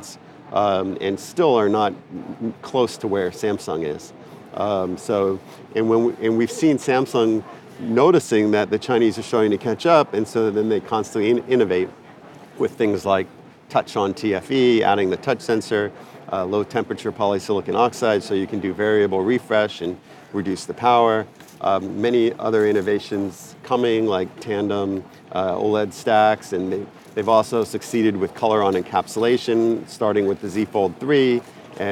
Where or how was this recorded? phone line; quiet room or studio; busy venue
busy venue